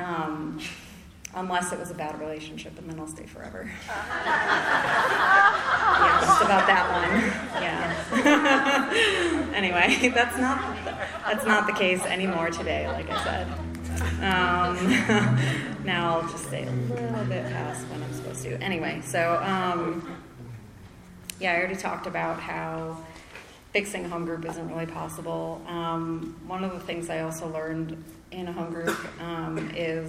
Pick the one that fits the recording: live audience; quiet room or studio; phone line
live audience